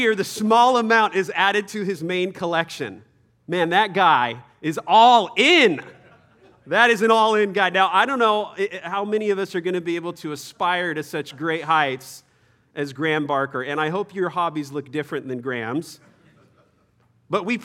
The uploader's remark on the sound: Third session at our 2023 Men’s Conference